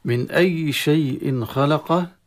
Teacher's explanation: نون ساكنة أظهرت عند الهمزة، ودائما إظهار التنوين أو نون ساكنة يكون بدون غنة، ولهذا تظهر، لأن إذا فتحت الخيشوم في النون الساكنة تخفي الحرف الأصلي وهو النون، ولهذا هنا الغنة ما في وبالتالي مظهرة.